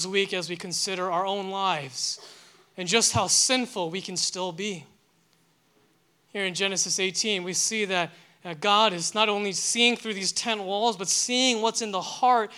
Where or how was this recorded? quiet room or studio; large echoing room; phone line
large echoing room